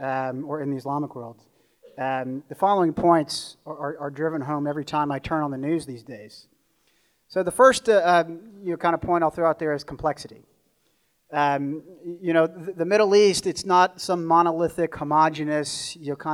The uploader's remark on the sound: The two speakers offer their insight into the Middle East and take questions from the audience. At 49th State Brewing Company. About Addressing Alaskans features local lectures and forums recorded at public events taking place in Southcentral Alaska.